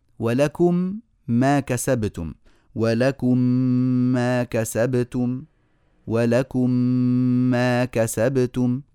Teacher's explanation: الذي لم يذكره الإمام رحمه الله تعالى كأنه لم يذكره هو الميم الساكنة اللي بعدها ميم أخرى متحركة وهذه حكمها الإدغام وطبعا الإدغام يكون مع الغنة